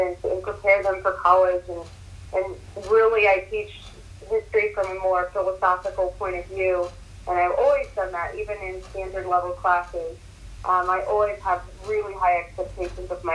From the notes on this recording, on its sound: This is a phone interview. A mic connection issue.